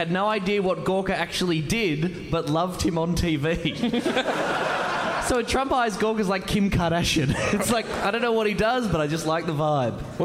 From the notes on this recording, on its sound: Recorded live at New Town Theatre in Edinburgh.